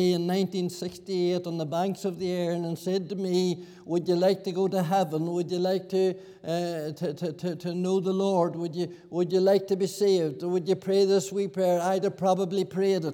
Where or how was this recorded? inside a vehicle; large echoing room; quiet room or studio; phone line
large echoing room